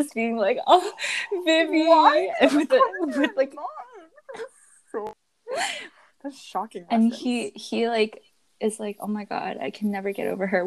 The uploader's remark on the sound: Please forgive the classic spotty audio.